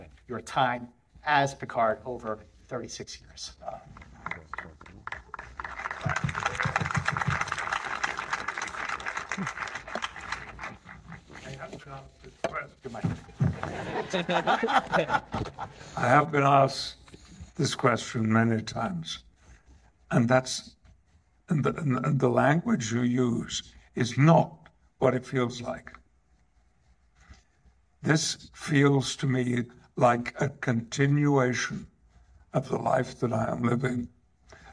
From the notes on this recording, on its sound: Audio from the Picard Season 3 IMAX Q&A Panel.